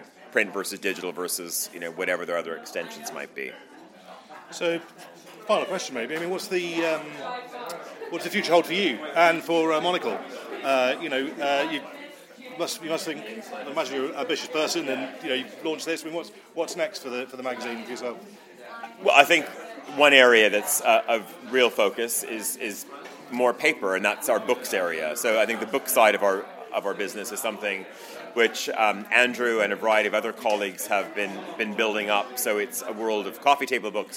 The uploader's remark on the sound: speaking at the tenth anniversary conference in London